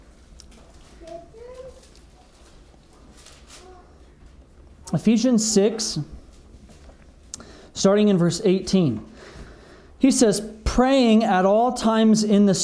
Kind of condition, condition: setting, large echoing room